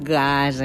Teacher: la primera consonant de la paraula gasa és velar